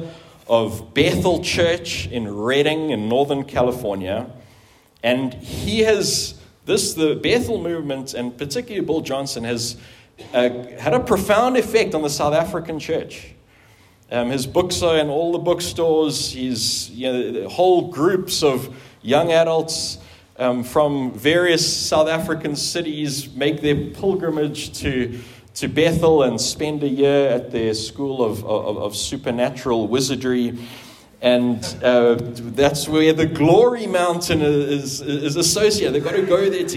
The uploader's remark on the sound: At the 2023 annual conference for the Theological Education Association of Southern Africa in Pretoria, South Africa.